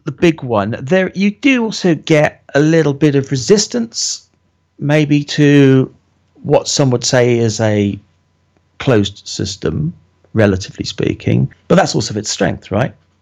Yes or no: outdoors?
no